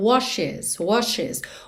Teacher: O E realmente faz a ponte entre o SH e o S.